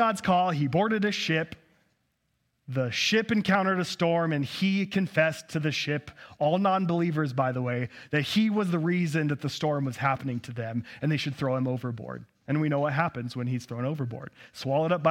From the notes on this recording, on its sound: preached on 1/22/2023 at Cathedral of the Rockies Amity Campus